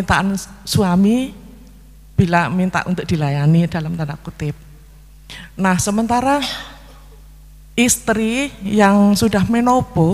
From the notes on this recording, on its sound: LIVE dari Masjid Daarut Tauhiid Bandung